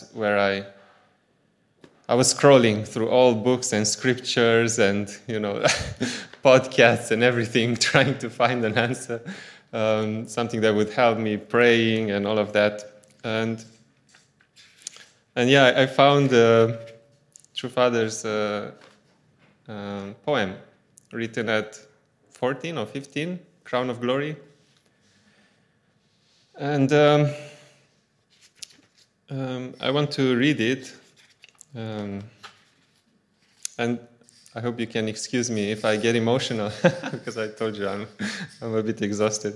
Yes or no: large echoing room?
yes